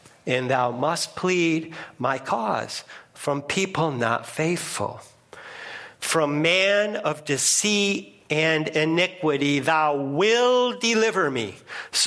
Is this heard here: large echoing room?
yes